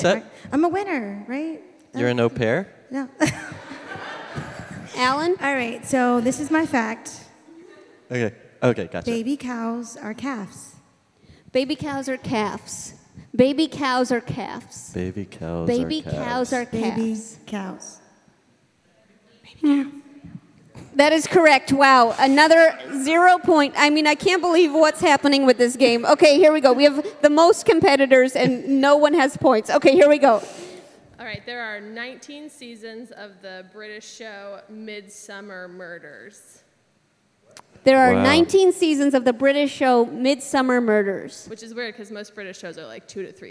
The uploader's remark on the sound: LIVE from Vulture Festival in New York City! Recorded 5/20/18.